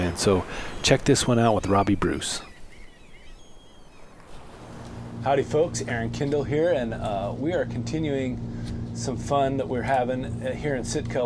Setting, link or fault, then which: setting, inside a vehicle